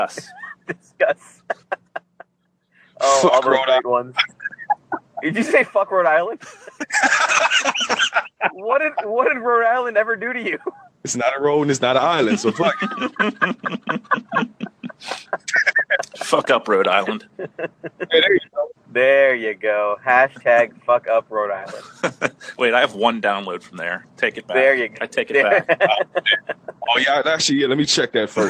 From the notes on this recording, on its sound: We found out about a new app that can record multiple people at once over the phone.